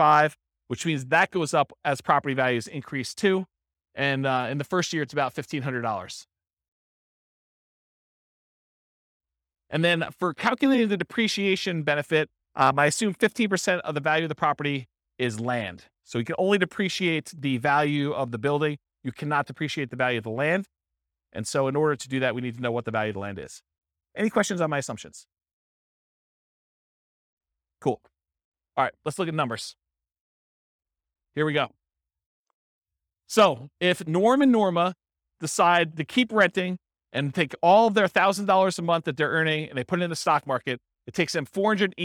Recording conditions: live audience